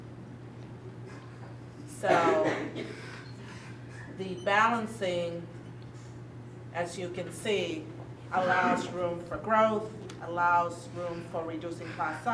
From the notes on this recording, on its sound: Baldwin County School District Elementary Schools Redistricting Community Input Meeting. The recording includes some question and answer from parents and the presentation audience.